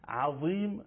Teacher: عظیم نوک زبان بین دندان‌های صنایع جلو، فقط ریشه زبان میره بالا